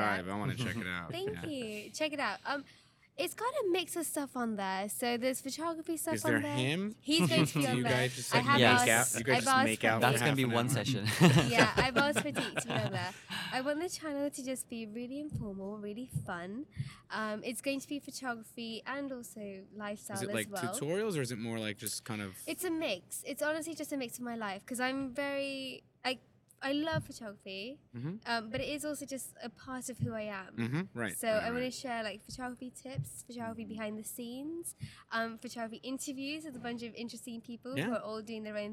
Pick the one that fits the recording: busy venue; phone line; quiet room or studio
busy venue